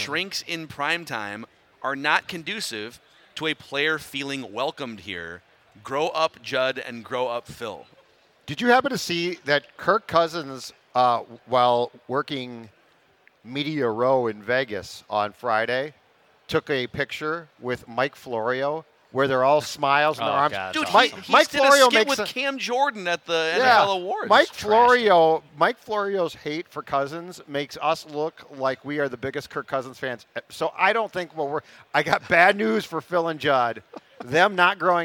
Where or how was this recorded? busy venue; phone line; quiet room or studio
busy venue